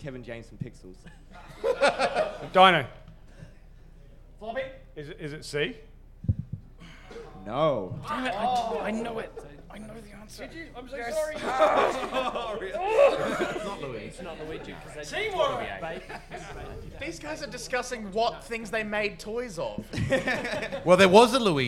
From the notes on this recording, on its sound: All in front of a LIVE CROWD!